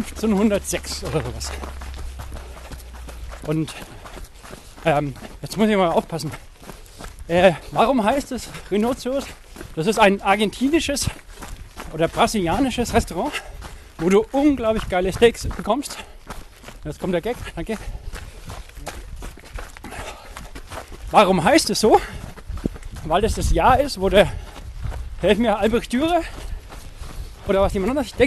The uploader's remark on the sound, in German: live dabei beim Coronakreis Ultralauf